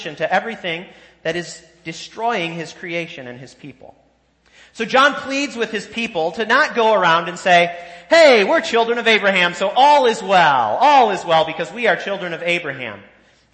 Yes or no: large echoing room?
yes